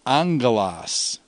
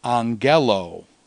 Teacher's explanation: So it's angelos, and then when the final vowel is long on the ultima, then it becomes angelo. And so the accent mark is shifted from the antepenult to the penult. Even though the noun wants to retain it on the antepenult, the long vowel overcomes on the ultima and pulls it back to the penult.